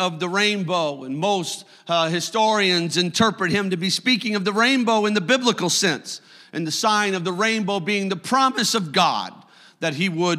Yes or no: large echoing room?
yes